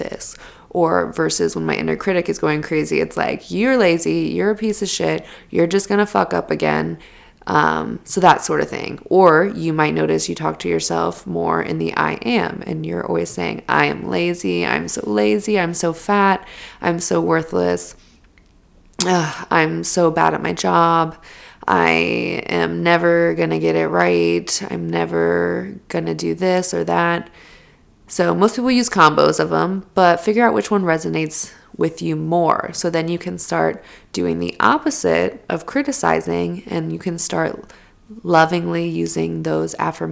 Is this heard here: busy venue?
no